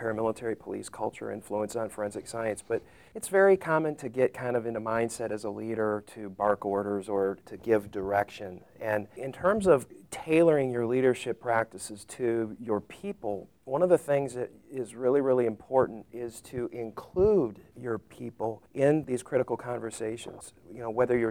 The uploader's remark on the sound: The majority of these interviews were recorded at the 2018 ASCLD Annual Symposium in Atlanta, Georgia.